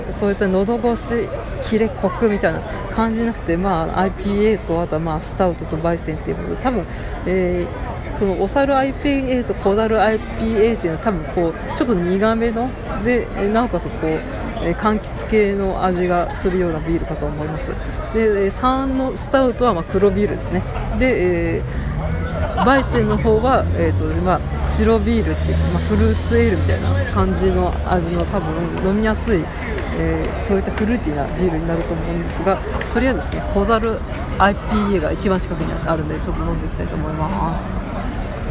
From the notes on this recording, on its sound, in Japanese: さいたま新都心ビール祭り 2019夏。さいたま新都心で例年行われるクラフトビールイベントに参加してきました。屋外収録ですので周囲の音や雑音が入りまくりです。